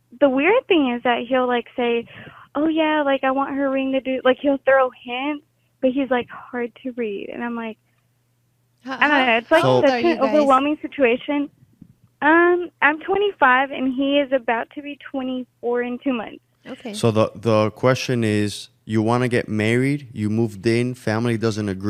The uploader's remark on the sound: Take live callers.